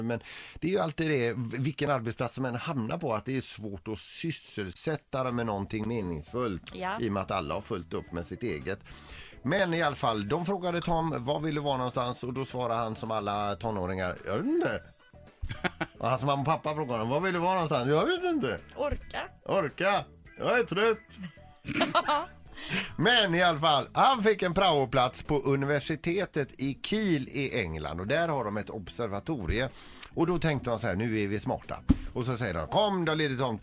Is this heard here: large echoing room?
no